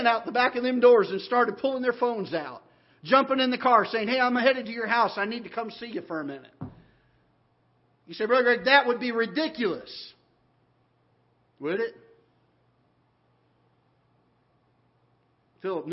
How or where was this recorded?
large echoing room